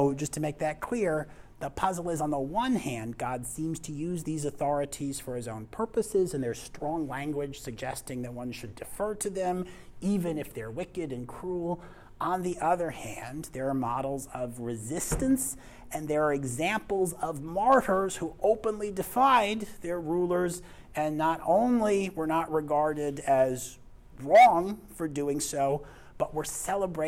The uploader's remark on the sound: This lecture was given on November 7th, 2023, at University of North Texas.